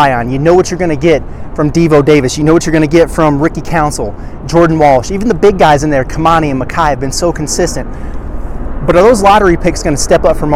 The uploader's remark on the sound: From outside T-Mobile Arena in Las Vegas for a live preview of Arkansas' Sweet 16 matchup with UConn.